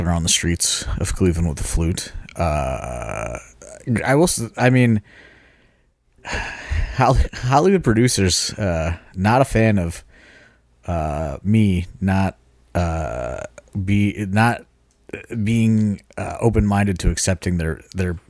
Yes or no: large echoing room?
no